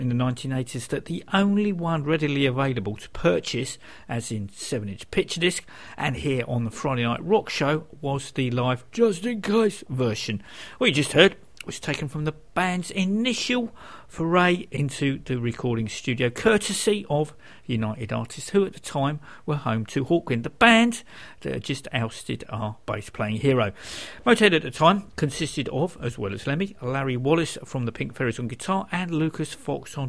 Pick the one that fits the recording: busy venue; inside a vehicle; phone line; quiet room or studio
quiet room or studio